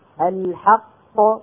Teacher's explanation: فأنا عمليا لما أقف على كلمة الحق أنطق قافين، القاف الأولى ساكنة أصلا وتخرج بالتصادم على القاعدة الأصلية، والقاف الثانية ساكنة عروبا وتخرج بالتباعد بين طرفي عضو النطق